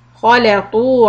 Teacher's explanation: Now kha is heavy, lam soft, ta heavy. So make sure we give it the right quality.